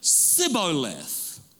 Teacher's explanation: because in their dialect, they had no sh sound in their dialect, so they would say Sibboleth. Looked the same, appeared the same, but their dialect, their ability to pronounce a sh sound, was missing in their culture.